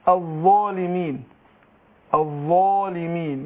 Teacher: يبقى انا الالف فخمتها عشان الظاء ايه مفخمه قبلها